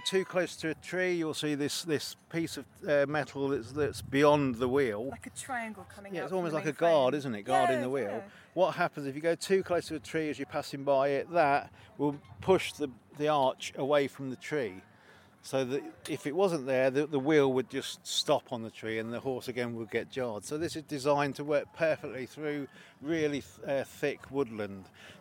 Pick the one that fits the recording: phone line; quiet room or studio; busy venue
busy venue